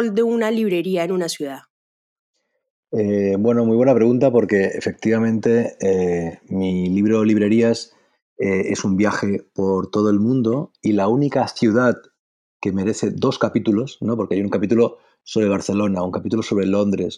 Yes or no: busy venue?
no